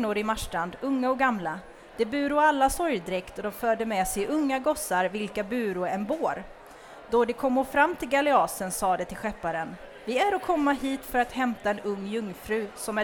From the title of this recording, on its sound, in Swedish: Live på Bokmässan